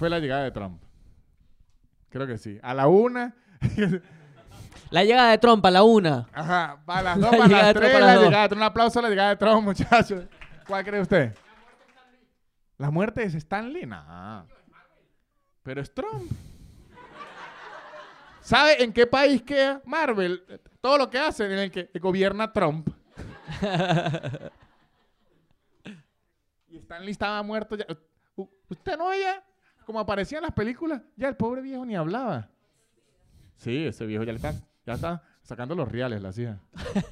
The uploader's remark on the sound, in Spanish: En este episodio grabado en vivo en la librería "Los pequeños seres" en Madrid.